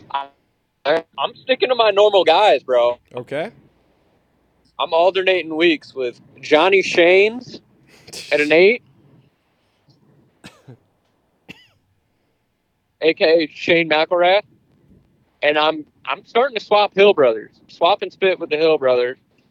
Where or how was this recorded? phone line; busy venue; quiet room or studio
phone line